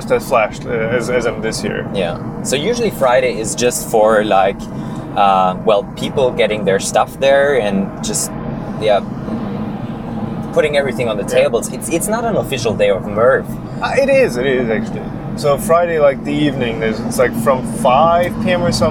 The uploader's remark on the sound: MRRF2019 Recap! (recorded while driving back).